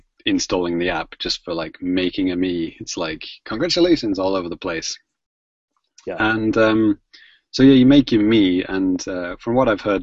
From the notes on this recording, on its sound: Coming to you live via Google Hang Outs On Air (at least, it WAS live)